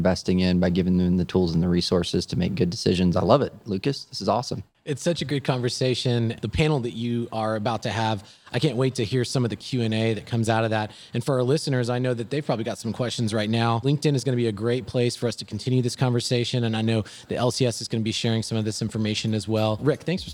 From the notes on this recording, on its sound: This episode was recorded at SMASH Sales and Marketing Summit 2023.